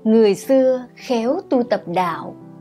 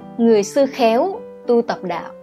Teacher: Khéo tu tập đạo, cái từ đạo là cái từ quan trọng nhất của cái câu này, cho nên chúng ta sẽ đọc có sự nhấn nhá, có trọng âm hơn · Shown in: first take